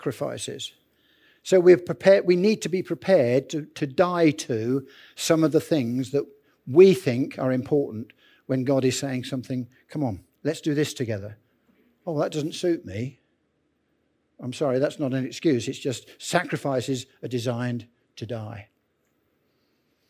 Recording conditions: large echoing room